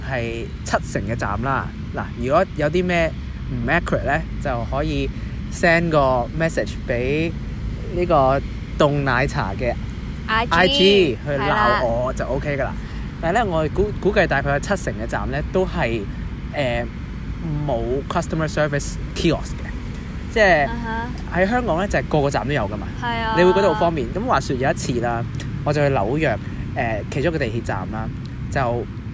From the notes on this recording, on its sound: 喺某公園草地上討論香港嘅優點. Apologies for the background noise again maybe someday we will record in a cosy quiet place.